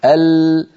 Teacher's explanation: فلما يصل الصوت إلى منطقة اللام ينحرف بعضه عن يمين اللسان